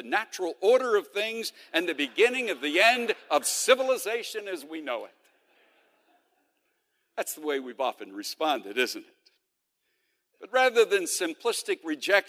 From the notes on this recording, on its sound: The following podcast was originally recorded at The Center for Bioethics & Human Dignity 25th annual conference, Bioethics & Being Human . In this opening session of the conference.